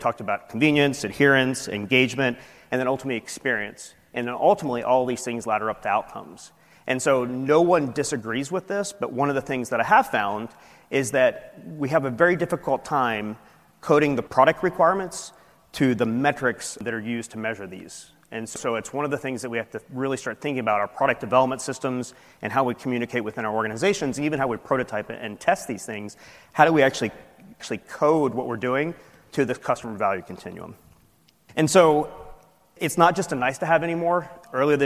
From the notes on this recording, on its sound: industry keynote recorded at the 8th annual Partnership Opportunities in Drug Delivery (PODD) conference